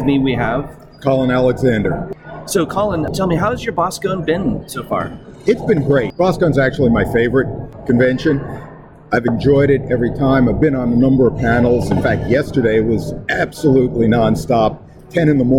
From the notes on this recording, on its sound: Live from Boskone 2024. In Boston, Massachusetts.